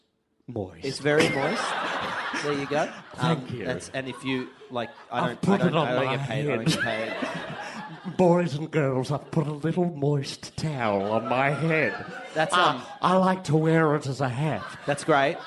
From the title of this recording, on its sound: LIVE FROM SOHO THEATRE LONDON